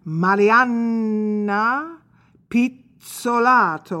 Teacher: Our soprano has a very Italian-sounding name, Marianna Pizzolato, double N and double Z, which are Italian consonant rules here. They make a conscious stop to emphasize the double consonants.